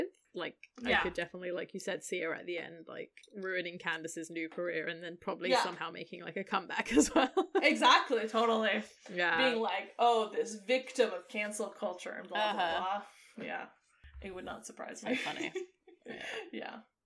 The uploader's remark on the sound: We apologize if there's any sound issues. Lost the files and when they got recovered they might have been a little distorted...